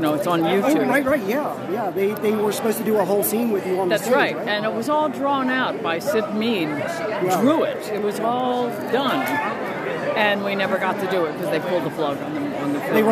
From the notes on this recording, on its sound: Live from The Hollywood Show